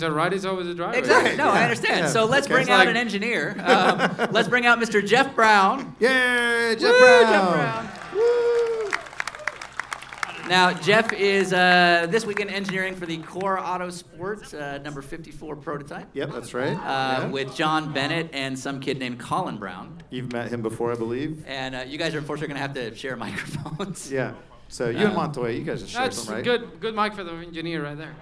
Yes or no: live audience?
yes